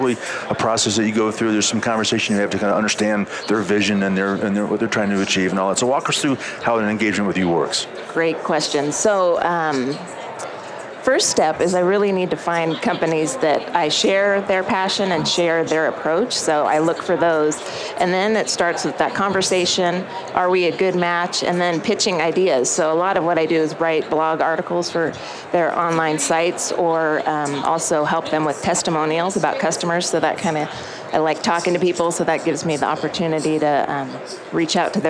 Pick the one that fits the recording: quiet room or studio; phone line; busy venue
busy venue